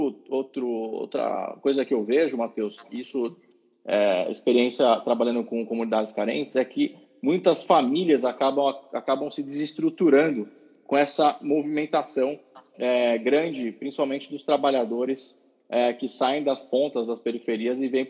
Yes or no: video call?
yes